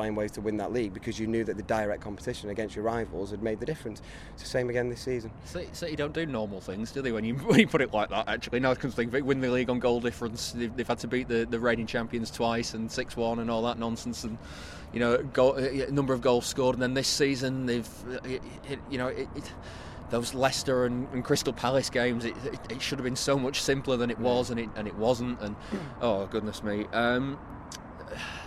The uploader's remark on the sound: Outside the Etihad Stadium, following Manchester City's 4-1 win at Brighton to secure the Premier League title.